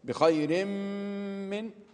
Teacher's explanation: لذهاب الحرف اللي هو النون أو التنوين وبقاء صفته وهي الغنة، فالغنة باقية معنا. · Term: إضغاما ناقصا